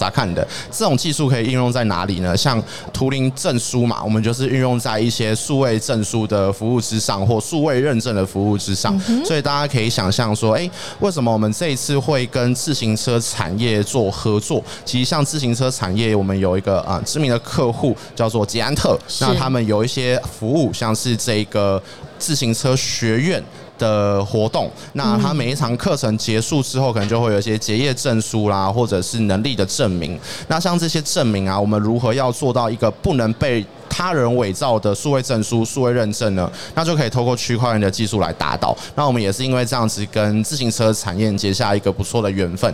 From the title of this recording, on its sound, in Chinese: 2022 Taipei Cycle台北國際自行車展-Live Podcast